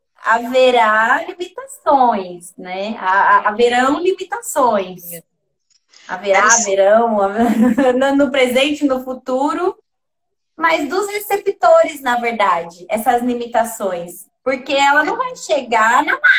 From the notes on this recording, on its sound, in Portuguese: Live ocorrida no Instagram